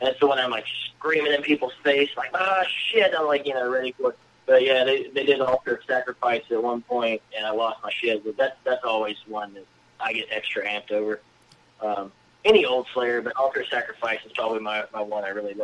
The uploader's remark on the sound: joining me on the phone